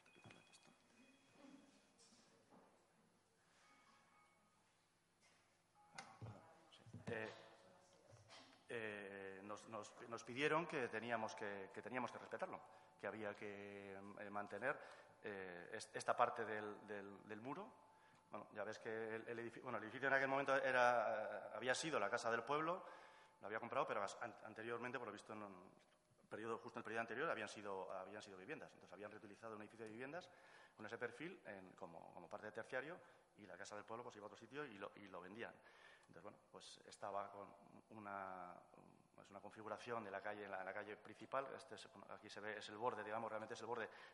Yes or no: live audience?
yes